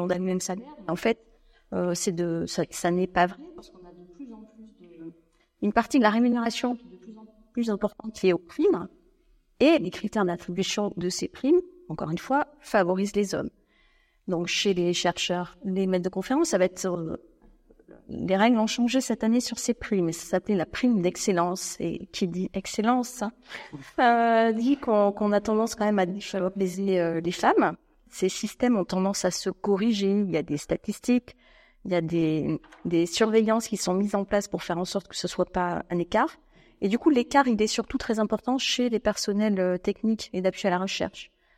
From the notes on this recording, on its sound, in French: Une émission enregistrée au Muséum de Nantes Métropole dans le cadre des ses Conférences Eton'Nantes. Une émission enregistrée au Muséum de Nantes Métropole dans le cadre des ses Conférences Eton'Nantes qui ont lieu une fois par mois. Une émission qui a connu quelques soucis techniques.